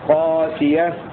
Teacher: وقرأ الباقون بالألف وتخفيف الياء: قاسية على وزن فاعلة.